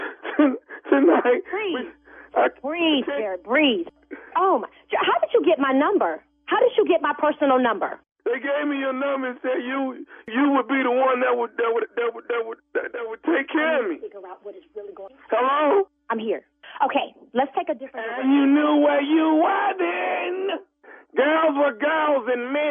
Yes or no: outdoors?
no